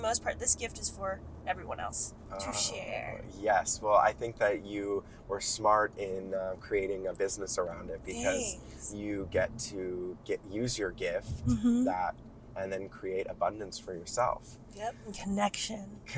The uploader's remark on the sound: joins me in the car